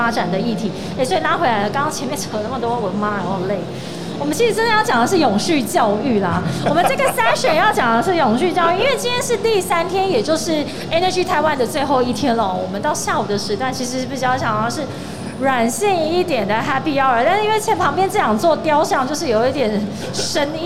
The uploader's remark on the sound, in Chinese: 2021 Energy Taiwan智慧能源週-Live Podcast。